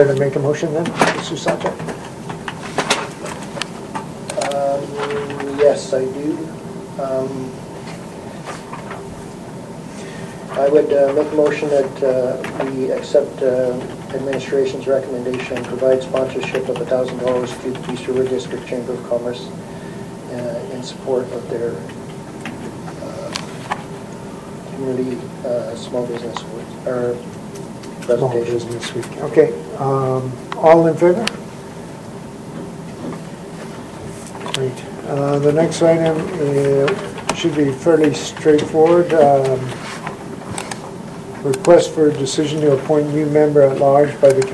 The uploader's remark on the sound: Audio recording of the October 13, 2015 Regular Meeting of Peace River's Town Council.